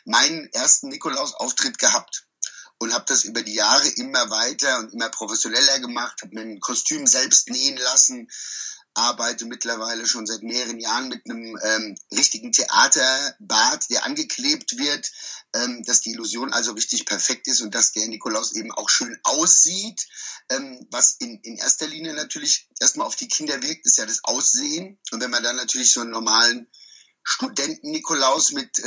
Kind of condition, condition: link, video call